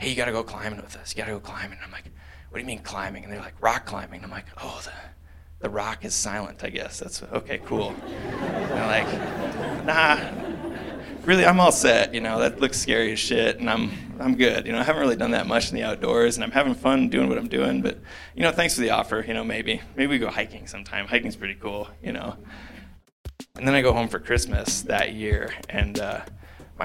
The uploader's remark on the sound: We returned from our sixth annual pilgrimage to the 5Point Film Festival with something a little different this year. A lightly edited version of the presentation. Gave to a packed house.